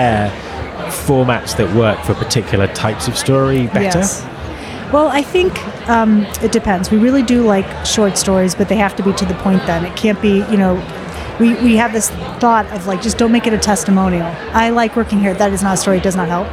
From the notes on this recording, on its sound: at the recent UNLEASH America conference